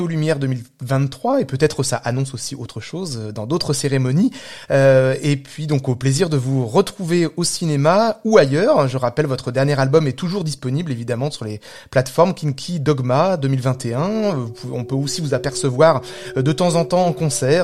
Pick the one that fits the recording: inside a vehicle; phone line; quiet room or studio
phone line